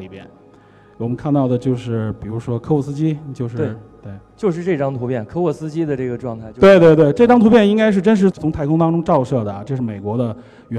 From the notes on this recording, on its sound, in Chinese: 前段时间我们非常荣幸的受到中国科技馆的邀请，在科技馆的四层航天科技展区现场做了一期现场讲解版的电影真探节目。主要面向全国各地的中小学生及老师和家长，做一次包含互动的现场电影真探秀。这次是第一次对这几百人的大中小观众边聊边互动。